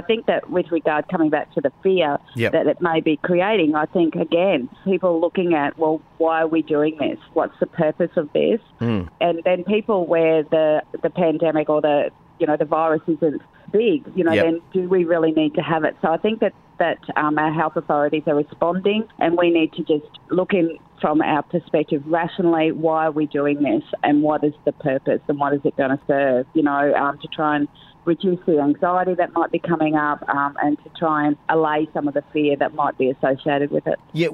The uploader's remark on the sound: We threw it to the phones